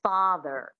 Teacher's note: the standard American accent, one of the defining features is definitely the rhotic R.